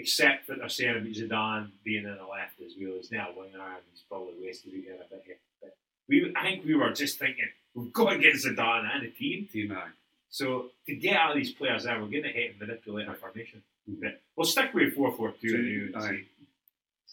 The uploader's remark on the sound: Apologies for sound